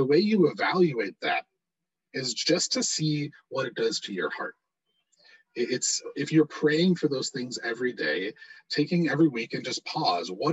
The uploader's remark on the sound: We experienced technical difficulties this week, please forgive the poor audio quality!